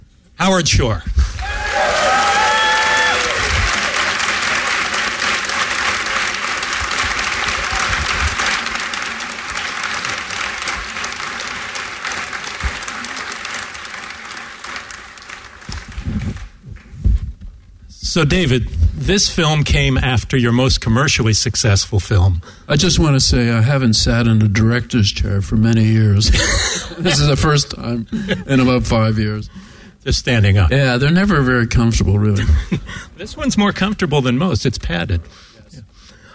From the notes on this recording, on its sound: LIVE from Beyond Fest